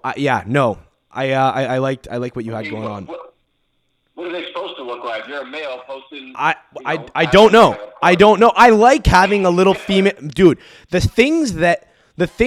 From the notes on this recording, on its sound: for a call-in segment